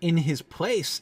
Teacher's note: In his place is not bad. Unstressed, unstressed, stressed.